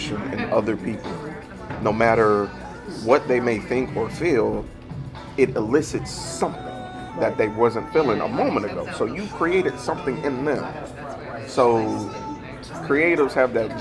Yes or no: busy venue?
yes